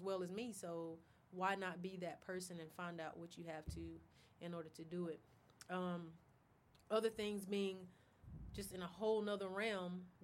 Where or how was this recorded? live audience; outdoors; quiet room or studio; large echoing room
outdoors